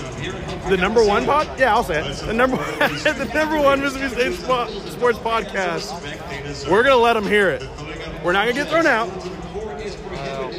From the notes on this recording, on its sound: Live from the Hump. Live immediate reactions from inside Humphrey Coliseum.